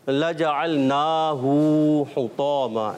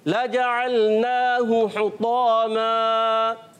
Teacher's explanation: ہا پر پیش ہے ہا کو بغیر کھینچے ادا کریں گے · Shown in: second take